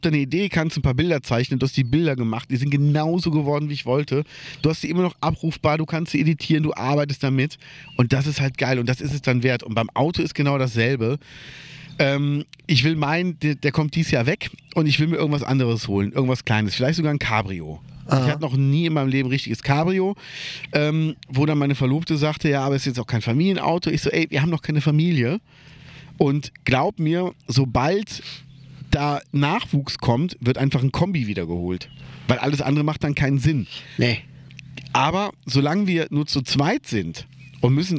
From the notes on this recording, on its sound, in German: nach Ruppichteroth begeben und die Aufnahme draußen auf einer Bank gemacht.